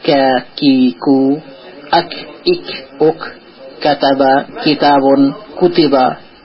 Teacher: জিভের গোড়া এবং তার বরাবর তালুর শক্ত জায়গা থেকে ক্যাক উচ্চারণ হয়।